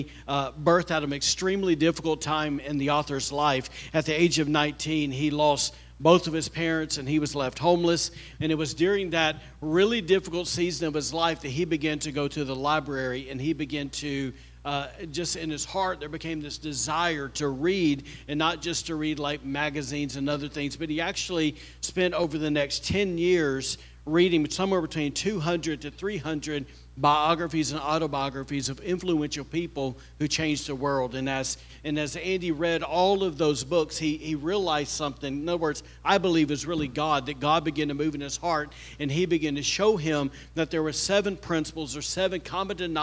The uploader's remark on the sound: Was recorded on Sunday, October 29th, 2023, during service at The Anchor Church in Rockport, Maine.